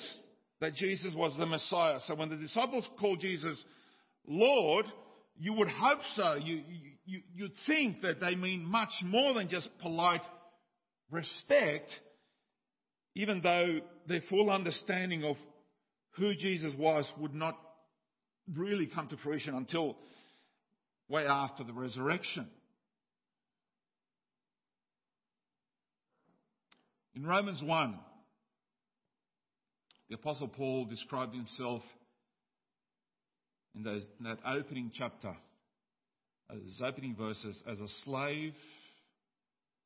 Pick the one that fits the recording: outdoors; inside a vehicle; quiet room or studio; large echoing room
large echoing room